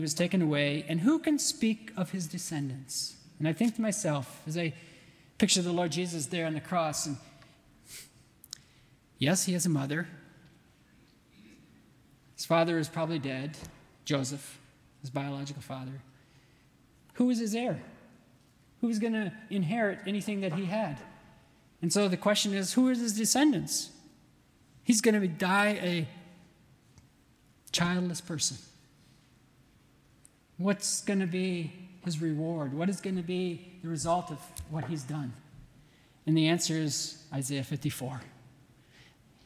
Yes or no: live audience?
yes